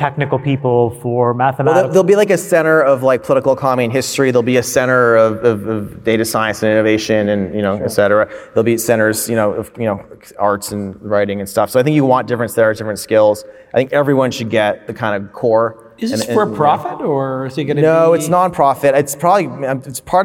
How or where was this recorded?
live audience